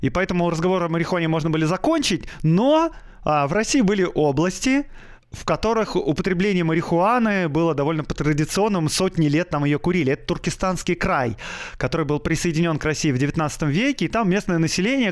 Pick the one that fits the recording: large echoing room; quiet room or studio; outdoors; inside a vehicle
quiet room or studio